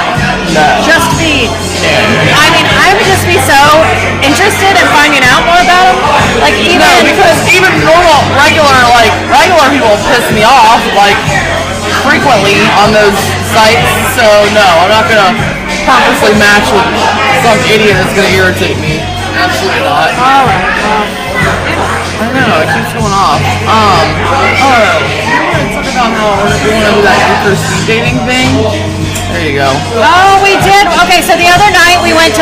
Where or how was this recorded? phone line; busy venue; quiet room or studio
busy venue